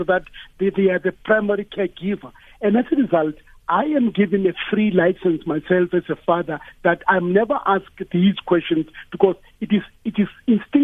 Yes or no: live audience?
no